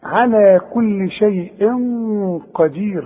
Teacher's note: التنوين ده اللي بعد القاف، والقاف من حروف الاخفاء، يبقى حغن. بس خد بالك الغن هنا سمينة شوية، ليه؟ عشان القاف تخينة